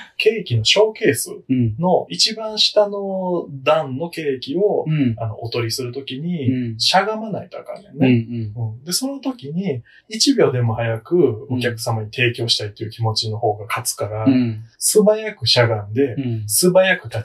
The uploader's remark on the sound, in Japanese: 音声がこもっており